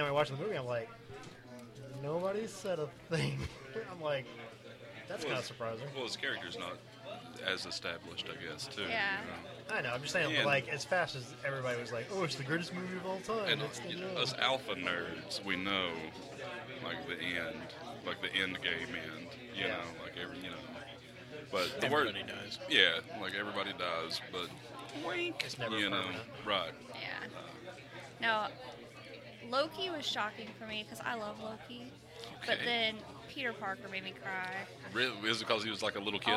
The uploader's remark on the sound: we celebrate Free Comic Book Day at one of our favorite places the Battlegrounds Games and Comics in Dalton, GA